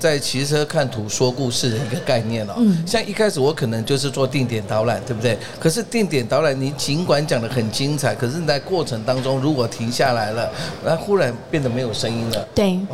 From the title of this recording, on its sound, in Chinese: 2022 Taipei Cycle台北國際自行車展-Live Podcast